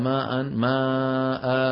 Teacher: تقف العرب على ماء ماء بألف بعد الهمزة ولكنهم لا يكتبونها · Term: مد العوض